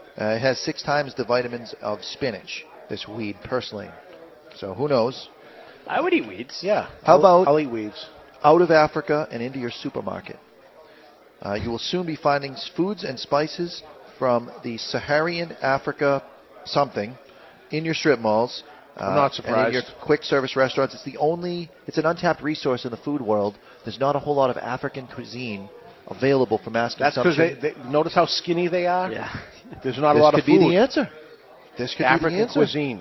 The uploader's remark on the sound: LIVE From Two Guys Smoke Shop in Nashu NH